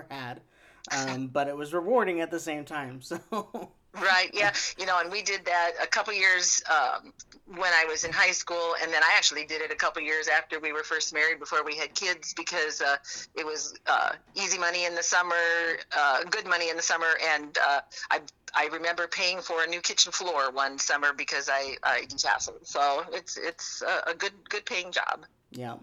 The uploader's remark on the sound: I figured out how to record phone calls!